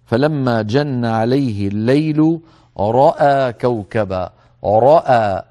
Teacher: مطلقا الراء المفتوحة لا بد من تفخيمها، هنا في هذه الكلمة في كلمة رأى راء مفتوحة بعدها همزة مفتوحة وبعدها ألف، فالهمزة لا تفخم